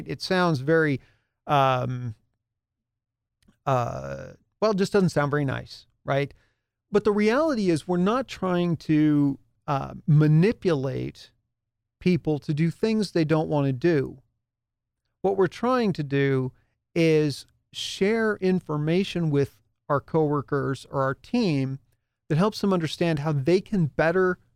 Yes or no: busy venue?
no